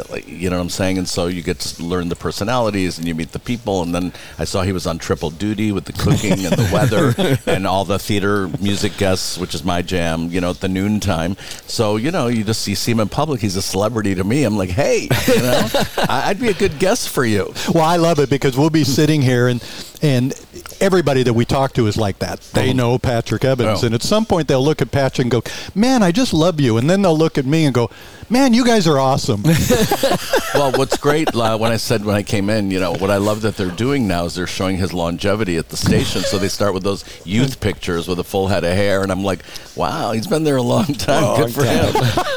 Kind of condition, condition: setting, busy venue